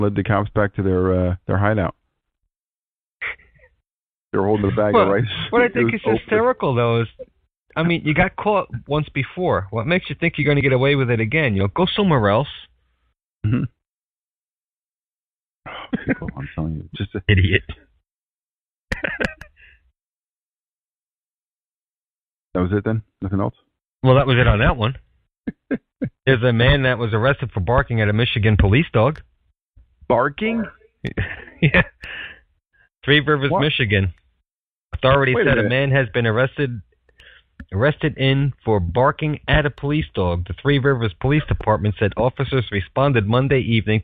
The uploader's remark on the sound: We tried a live broadcast through TalkShoe and will not do that again.